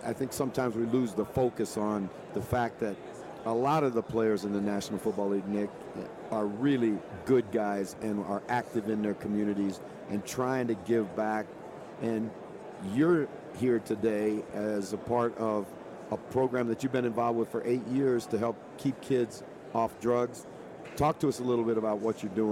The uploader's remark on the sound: From Radio Row. Live on Radio Row.